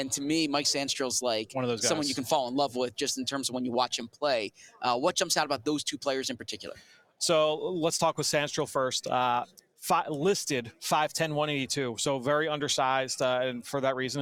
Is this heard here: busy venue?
yes